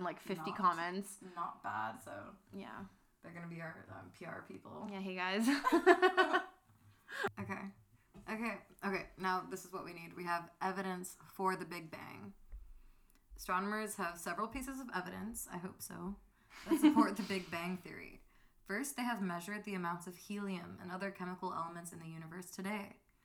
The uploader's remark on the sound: We're new to this so we apologize for the sound levels.